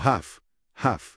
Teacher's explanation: La L es muda, no suena. · Term: L muda